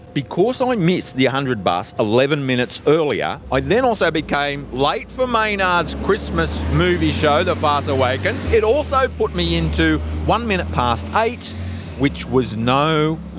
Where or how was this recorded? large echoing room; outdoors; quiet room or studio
outdoors